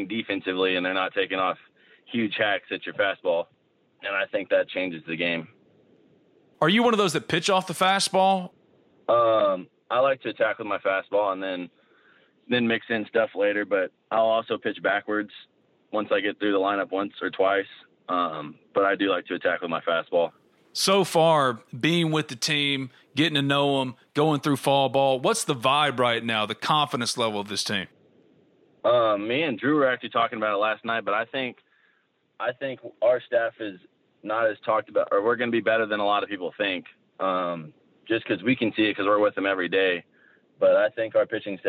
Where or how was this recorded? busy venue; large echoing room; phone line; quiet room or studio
phone line